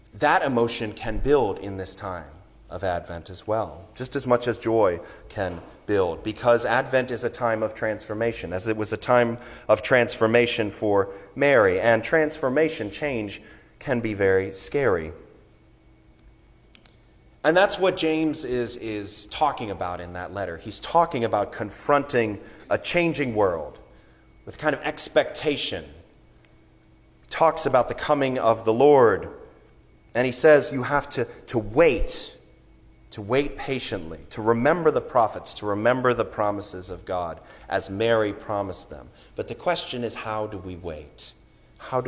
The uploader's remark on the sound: Sermon recorded on the Third Sunday of Advent